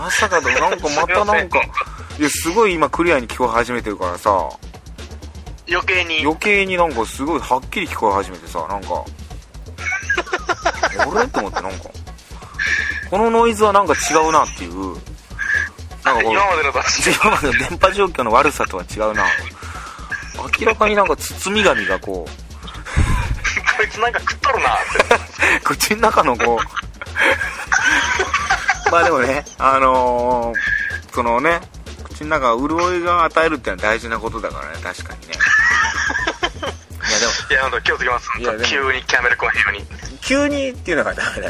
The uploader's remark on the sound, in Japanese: 電波状況が悪すぎる電話収録。あたま3分間ほど聞き取りづらいですが、のちにクリアになります。